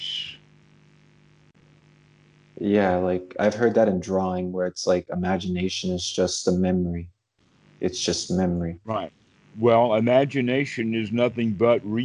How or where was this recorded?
video call